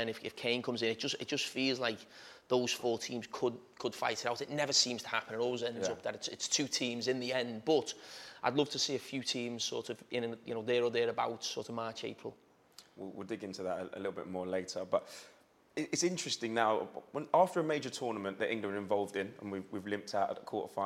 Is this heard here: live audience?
yes